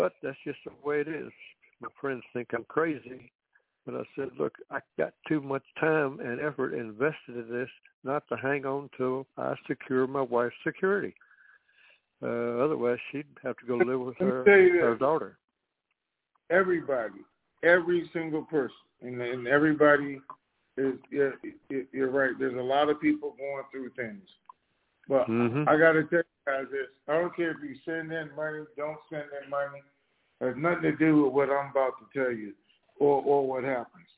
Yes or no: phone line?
yes